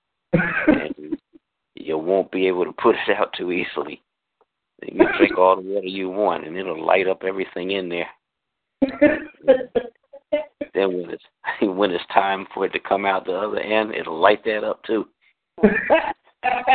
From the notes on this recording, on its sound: This free teleconference